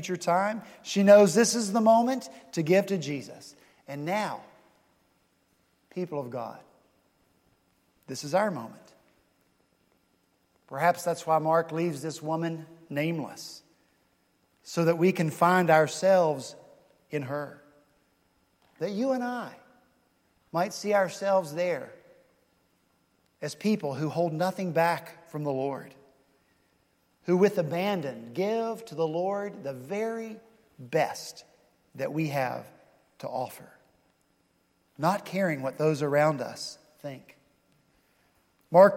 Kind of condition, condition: setting, large echoing room